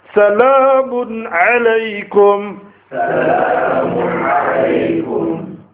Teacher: every single time the noon was pronounced clearly, fully and without hiding anything